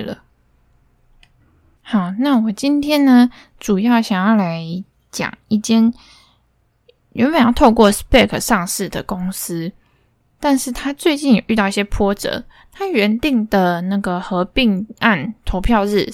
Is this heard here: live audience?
no